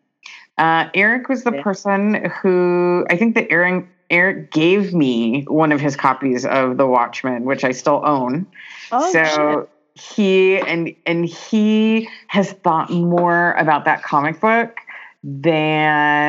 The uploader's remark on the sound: Recorded via Skype = Palm Springs + Southern OR.